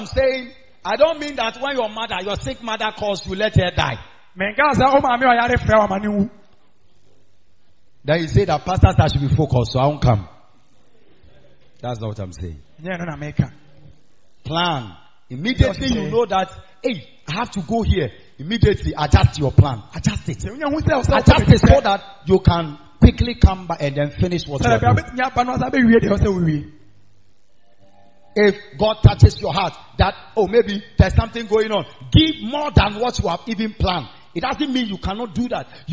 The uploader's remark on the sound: Preached On Sunday At The Miracle Arena